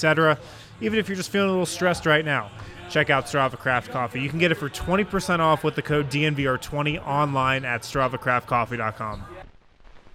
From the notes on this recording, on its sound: Live from the DNVR Bar